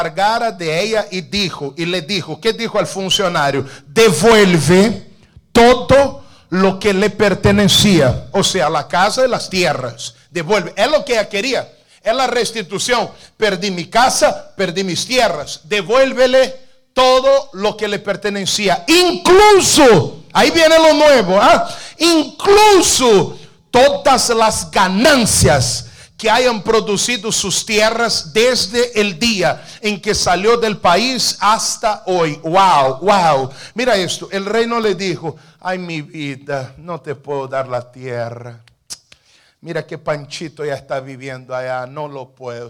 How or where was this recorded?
large echoing room